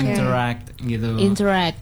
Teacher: Nge-stressin bagian act-nya di terakhir itu. Jadi interact gitu. · Term: stress syllable-nya